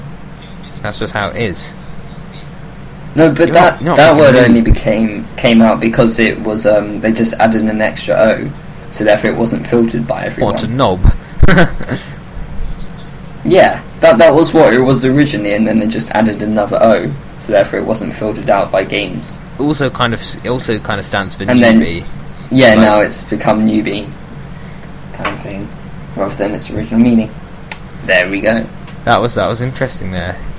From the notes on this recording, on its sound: Sorry about the poor quality, we've got some better recording software for all subsequent podcasts.